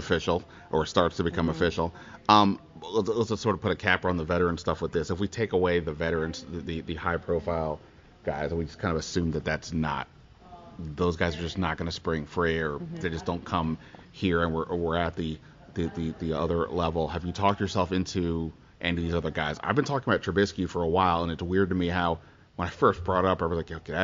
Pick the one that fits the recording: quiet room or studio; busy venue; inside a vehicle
busy venue